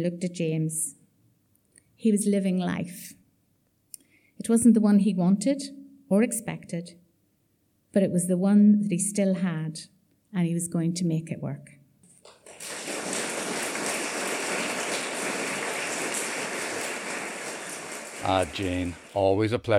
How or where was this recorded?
live audience